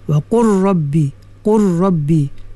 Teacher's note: Kalau mutaqariban dia berdekatan, makhrajnya berdekatan, macam lam dengan ra, wa qurrabbi, qurrabbi, lam dengan ra dia dekat-dekat, dia bukan makhraj yang sama tak, dan sifat dia pun berlainan.